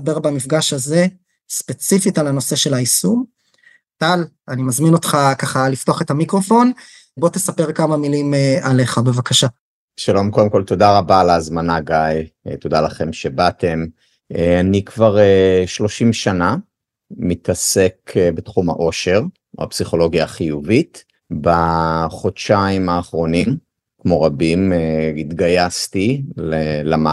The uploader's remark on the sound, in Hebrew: פרק זה הוא הקלטה מוובינר שהוקם במסגרת פרויקט של VIVID שנוצר בשיתוף עם הגופים המקצועיים ביותר בארץ לחוסן נפשי, כמו עמותת ער"ן או נט"ל.